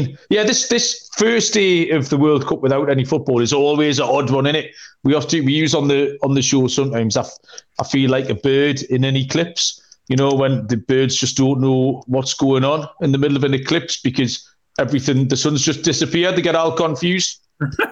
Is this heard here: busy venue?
no